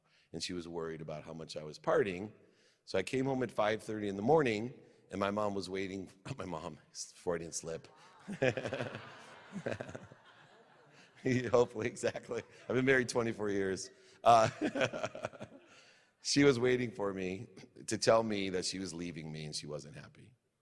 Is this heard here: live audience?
yes